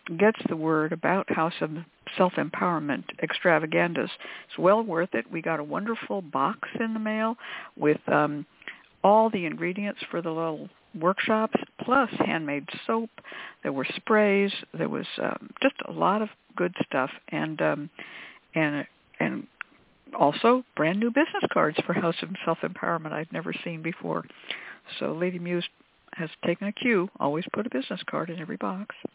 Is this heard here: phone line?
yes